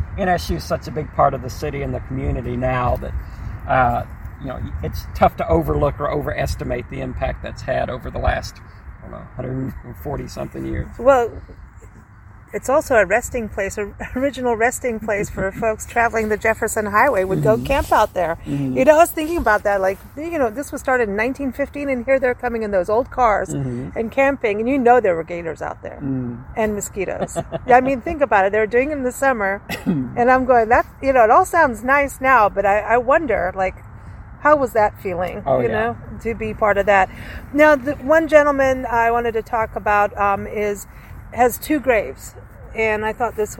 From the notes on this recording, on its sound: Recorded onsite at the historic American Cemetery